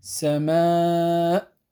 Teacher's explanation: هذه الألف المادية مرققة